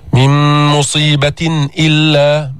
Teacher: أظهرنا التنوين عند الهمزة، الهمزة من حروف الحلق · Term: الإظهار الحلقي